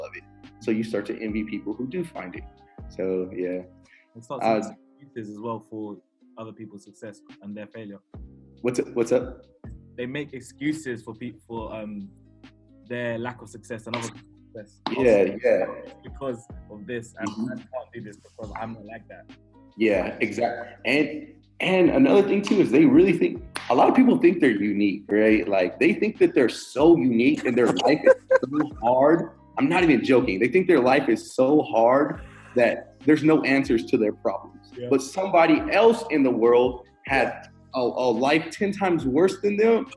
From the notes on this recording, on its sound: we apologise for the drop-off in the sound quality, we had to use Zoom to do this interview